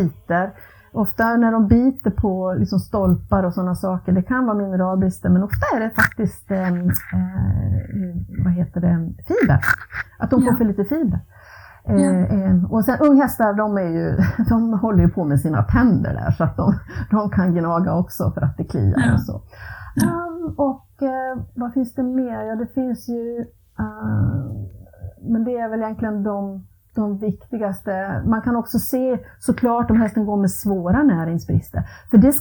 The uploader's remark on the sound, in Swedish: På grund av lite tekniska problem är ljudet inte perfekt